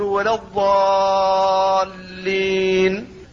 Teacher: فالكلمي إما مثقل وإما مخفف، فالمثقل مثل ولا الضالين. فالالف حرف مد وجاء بعدها حرف مشدد وهو اللام، فالسكون الذي عليه هو سبب هذا المد، وتشديده هو الذي سماه مثقلا. · Term: اللازم المثقل